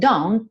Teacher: o T do don't não aparece